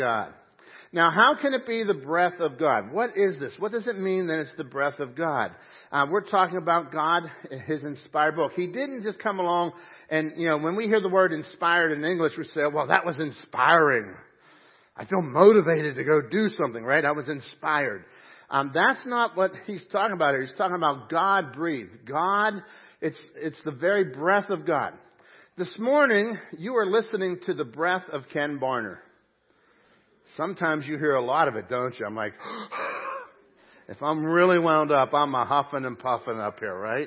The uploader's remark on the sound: Crossroad Ministries Live Service